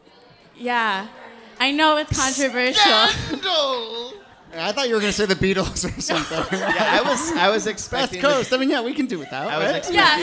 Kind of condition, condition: setting, live audience